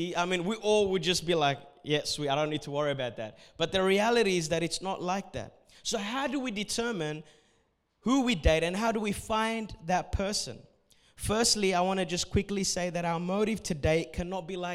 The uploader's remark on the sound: A message recorded at Revive Church Adults service